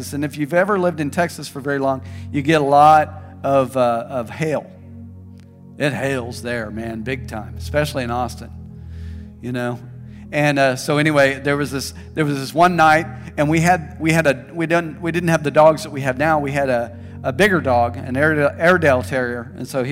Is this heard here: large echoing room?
yes